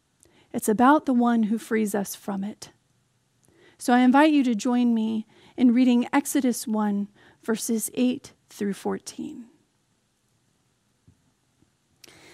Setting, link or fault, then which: setting, large echoing room